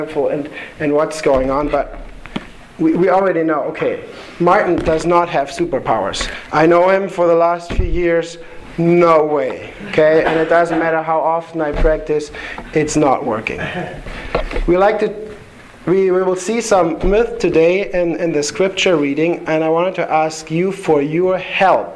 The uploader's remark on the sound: Sermon delivered to the Galena Bible Church